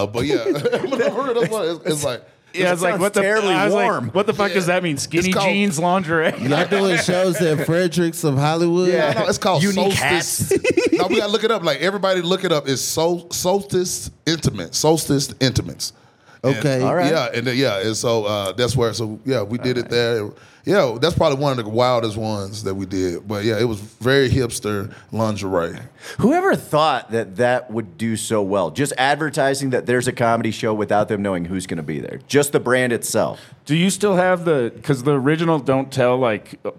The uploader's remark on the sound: live from the Vail Comedy Festival